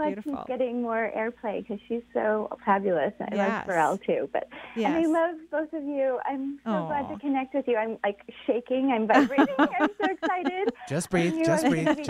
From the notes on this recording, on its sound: Enjoy this call in show.